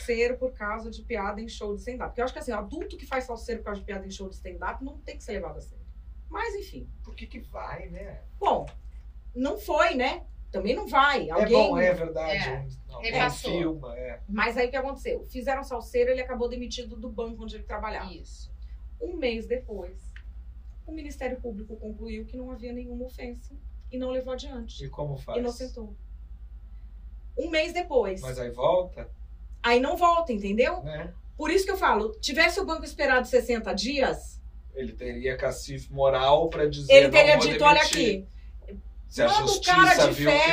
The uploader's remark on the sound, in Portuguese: Tivemos um pequeno problema na captação do áudio desse episódio.